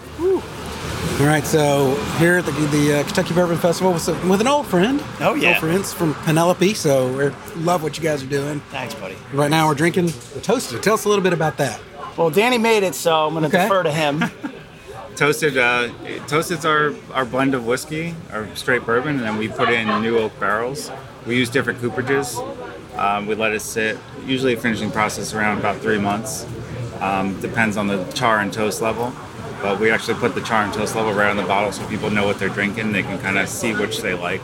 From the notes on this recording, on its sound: At this year's Kentucky Bourbon Festival